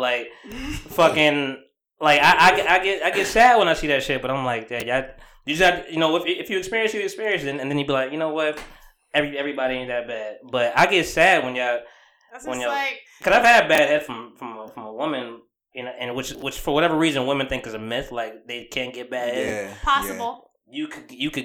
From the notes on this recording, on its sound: Apologies for the crackling mics. Volume was a little too loud for the setting...